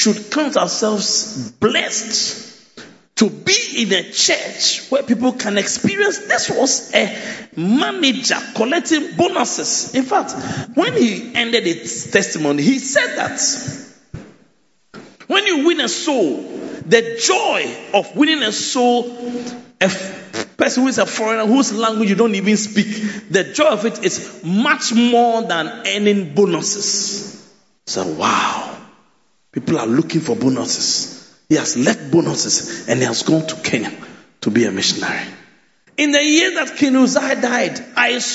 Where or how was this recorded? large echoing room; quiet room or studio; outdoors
large echoing room